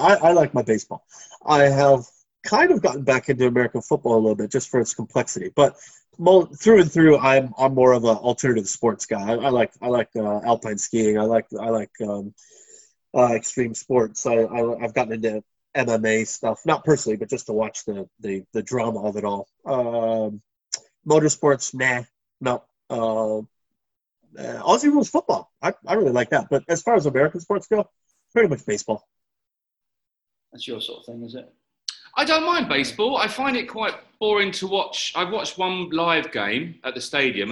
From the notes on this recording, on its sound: over the wonders of Zoom